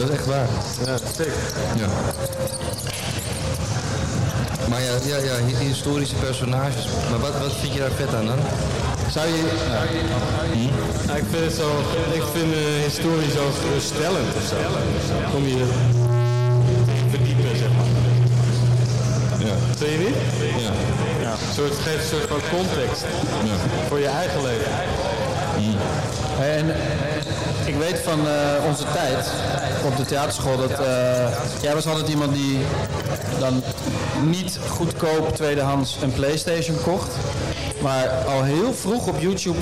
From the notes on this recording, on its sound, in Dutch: MUSEUMNACHT DEEL 1. Het geluid is crunch maar aren’t we all?